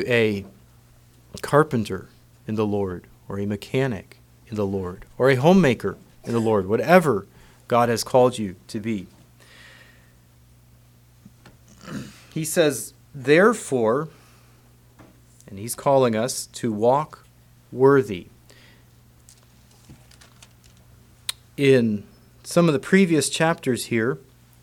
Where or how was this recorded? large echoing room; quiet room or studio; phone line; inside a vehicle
large echoing room